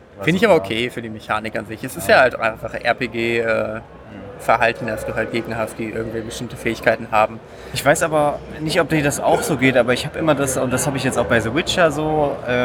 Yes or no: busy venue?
yes